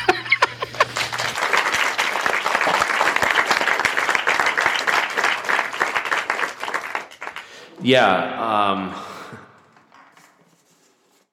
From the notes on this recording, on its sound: ParaPandemic Live Comedy Experiment! Live from MF21: Stand Up Comedy.